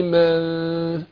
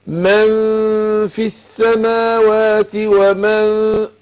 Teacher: شوف بعمل من في الفاء بتخرج من بطن الشفة السفلى مع أطراف الثنايا العليا، فاقول من مع الغنة حركتين، بغفل النون في نفسها وبجهز للفاء